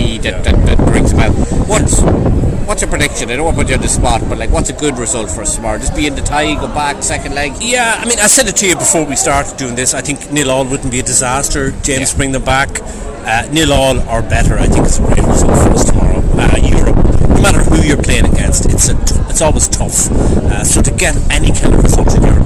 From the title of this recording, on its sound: Live from La Línea on Game Day